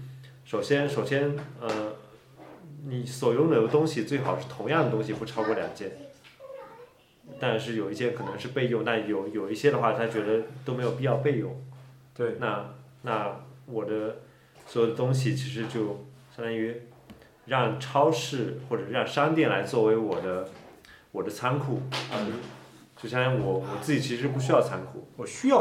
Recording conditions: sounds in the background